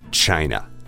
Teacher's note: So if you noticed, the first syllable is stressed.